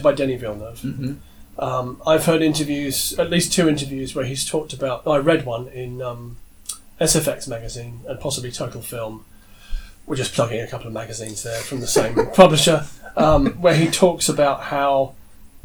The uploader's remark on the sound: Are in the same place, making their discussion more natural, and their sound quality lower.